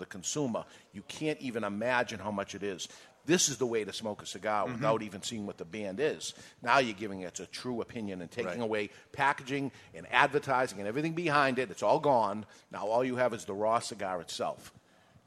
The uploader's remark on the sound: Live from the La Flor Dominicana Cigar Studio at Two Guys Smoke Shop in Salem, NH